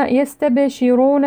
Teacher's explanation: قلقلة الباء وتفخيم الراء